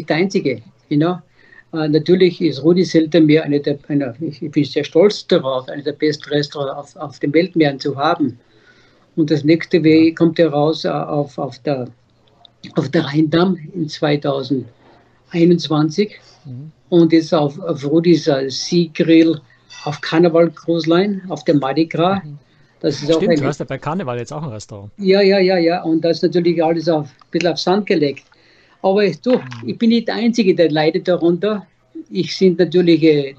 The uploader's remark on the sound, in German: Skype-Gespräche - sechs Menschen, sechs Kreuzfahrt-Geschichten in Zeiten der Coronakrise. Es sind ganz persönliche Skype-Interviews.